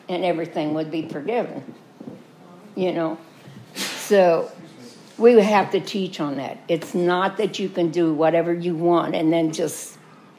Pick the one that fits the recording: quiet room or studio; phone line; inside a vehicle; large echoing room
large echoing room